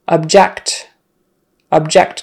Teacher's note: the verb is, of course, when you put the stress on the second syllable